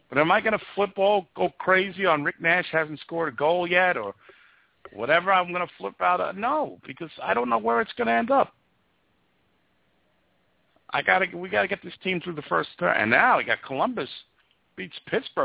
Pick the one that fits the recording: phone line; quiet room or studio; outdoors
phone line